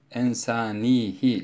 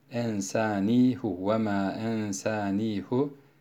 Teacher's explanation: Genelde zamirleri biz hi şeklinde okuyoruz. Ancak burada zamir ensanihi şeklinde değil, ensanihu ve ma ensanihu şeklinde okunmuştur. · Shown in: second take · Term: hu şekliyle